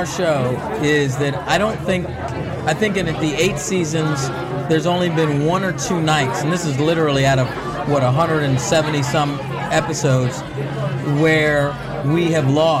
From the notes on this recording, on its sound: broadcast live from the Kari Feinstein Emmy’s Style Lounge gifting suite from the world famous Mondrian Hotel on Sunset Blvd in Los